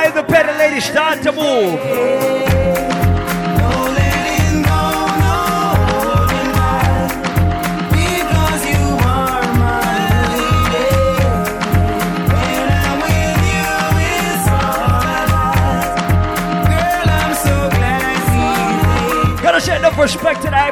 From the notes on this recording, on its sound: LIVE AT ISLAND SATURDAYS. LIVE PARTY AUDIO!